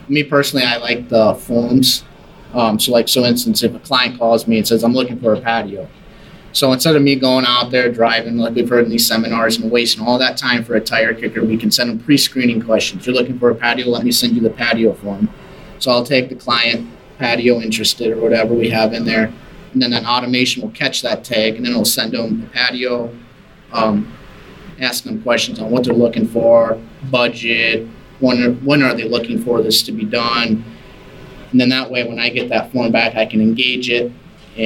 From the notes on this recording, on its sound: recorded at SA5 last fall